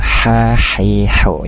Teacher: Di huruf H, ruhul ha-hi-hu. Jadi untuk huruf H ini dia di wasatul halki, tengah-tengah tenggorokan. Ha-hi-hu tadi agak sedikit ke bawah sehingga masuknya hampir ke huruf H gitu ya, masuknya ke huruf H.